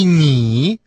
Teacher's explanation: «Ты» по-китайски «ни» тоже с третьим тоном.